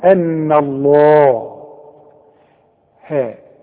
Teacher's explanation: لان لفظ الجلالة مفتوح والحرف اللي قبله مفتوح، فيبقى نفخمه. ان الله ها.